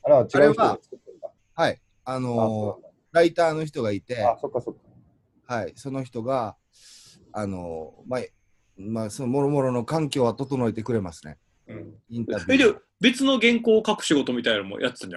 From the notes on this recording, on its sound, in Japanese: なかなか3人で集まれない中、このご時世らしくZOOMでステイホームしながら風を吹かせてみました。